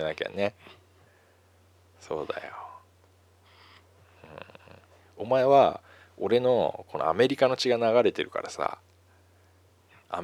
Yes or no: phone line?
no